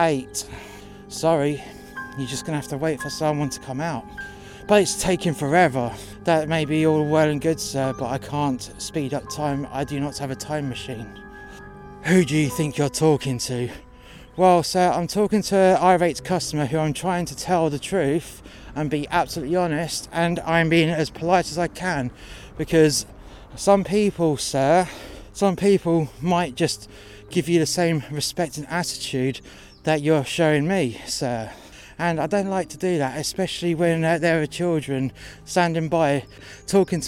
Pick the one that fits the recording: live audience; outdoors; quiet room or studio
outdoors